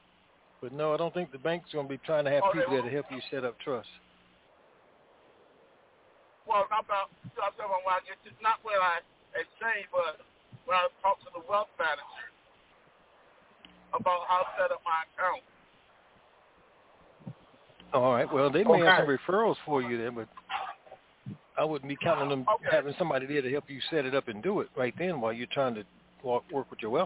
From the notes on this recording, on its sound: TNTSuperfantastic Conference Call.